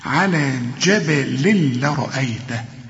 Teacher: هنا تنوين جبل بعد لام يبقى إدغام كامل بدون غنة. هنا ما تغنش بقى.